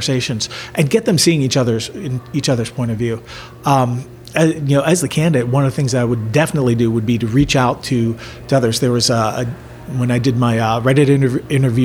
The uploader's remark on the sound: These interview were recorded in-person at the Libertarian Party of Pennsylvania Convention in Philadelphia last weekend.